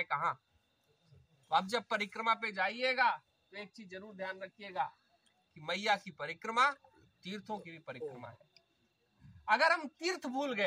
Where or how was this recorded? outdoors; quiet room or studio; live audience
outdoors